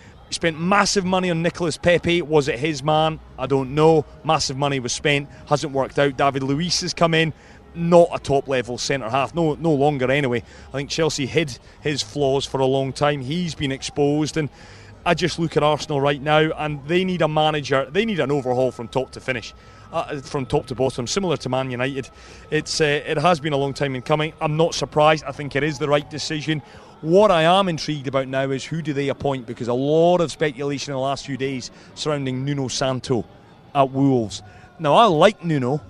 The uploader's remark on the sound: From the rooftop garden of Barasti